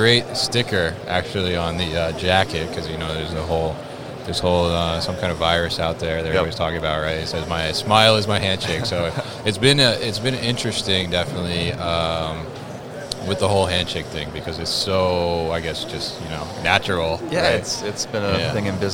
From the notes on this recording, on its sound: Mobile Industrial Robots at MODEX